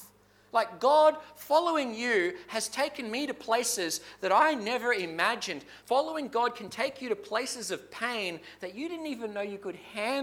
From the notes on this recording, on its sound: Clarence Valley Community Church. This sermon was preached at South Grafton and Maclean.